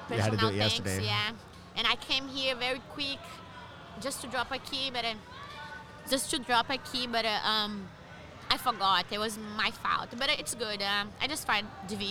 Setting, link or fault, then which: setting, busy venue